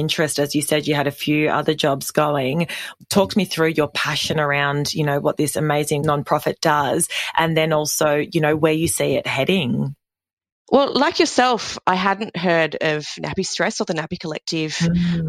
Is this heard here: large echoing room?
no